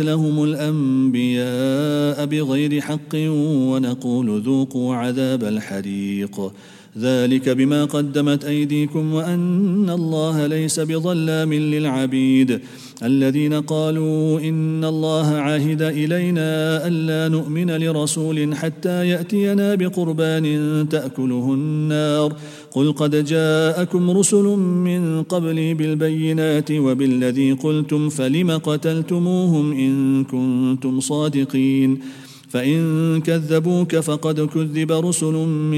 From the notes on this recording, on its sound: At the Houghton Masjid (West Street).